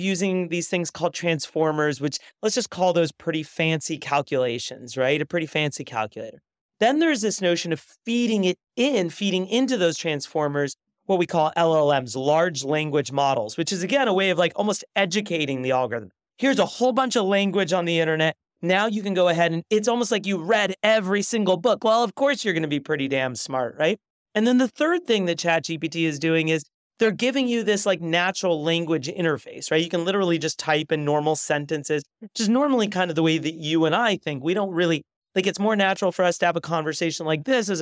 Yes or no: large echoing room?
no